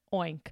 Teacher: a rounding, but also a retraction and a back sound for that word oink